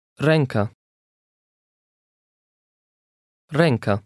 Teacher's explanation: The tail under the E adds something like a nasal sound to the middle of the word.